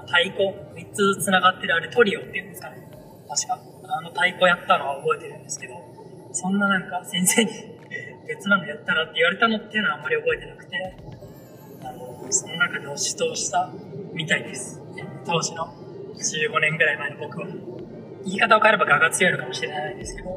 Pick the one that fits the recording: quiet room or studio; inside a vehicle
inside a vehicle